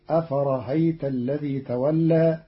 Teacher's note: قرأ قالون كلمة أفرأيت بتسهيل الهمزة الثانية بين بين، فتصير أفرهيت الذي تولى في لغة بعض العرب.